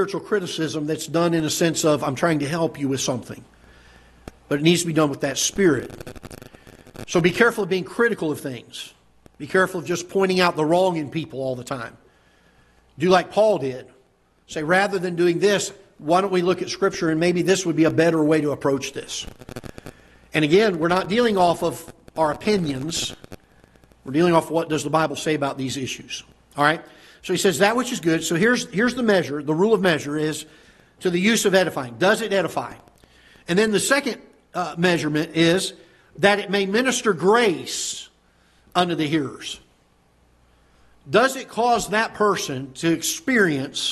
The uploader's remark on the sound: Ketha Heights Baptist Church ~ Live Broadcast